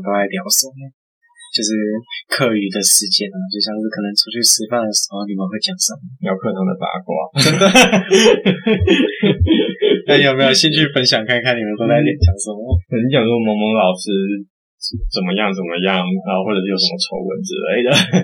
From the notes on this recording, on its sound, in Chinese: 這次去噪後音質超差，早知道當初就別買電容式的麥克風了